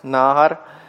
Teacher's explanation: Если ударение падает на первый слог, как, допустим, слово «наар», вы тоже слышите «наар», это юноша, ребенок, «наар». И вы слышите, ударение падает на первый слог, два звука «а»